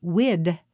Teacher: Many languages, West African languages among them, have no voiced TH. In its place, there is a D or F substitution. Many African Americans tend to say "wid" in place of "with." Come go with me.